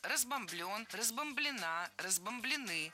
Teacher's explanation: Обратите внимание, ни в одной форме корень не ударяем.